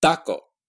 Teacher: It's pronounced taco with the tongue tip at the teeth. · Term: dental place of articulation